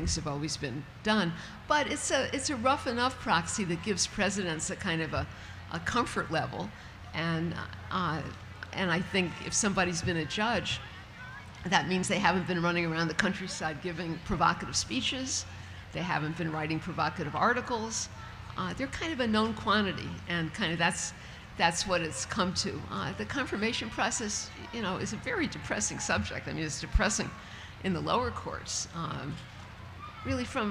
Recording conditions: live audience